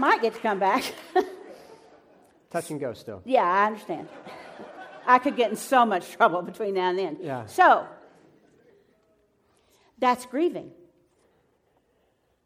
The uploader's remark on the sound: Live from Pepperdine